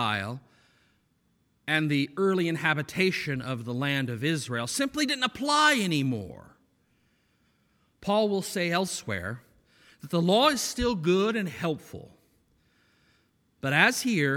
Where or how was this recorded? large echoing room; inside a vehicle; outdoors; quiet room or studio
large echoing room